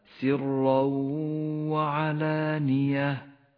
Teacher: سرا وعلانية، التنوين وبعده حرف الواو، إدغام بغنة، ندغم التنوين بالواو، يسقط التنوين من اللفظ · Term: الإدغام بغنة